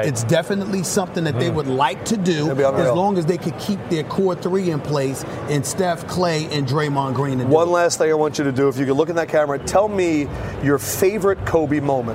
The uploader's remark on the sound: live from Radio Row at Super Bowl 50 in San Francisco